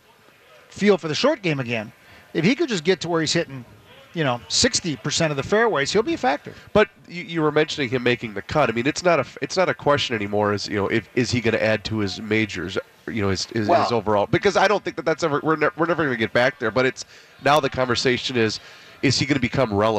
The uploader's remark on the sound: live from the Venture Bank Minnesota Golf Show